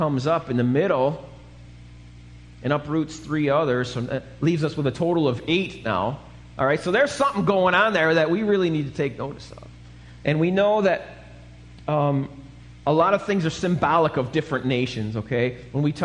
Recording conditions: large echoing room